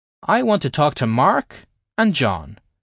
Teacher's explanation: And if we listen carefully, we can hear that we put different tonalities on Mark, going up, indicating that the sentence hasn't finished yet